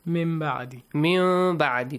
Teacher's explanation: Change the noon into a hidden meme sound. The ikhfa of meme.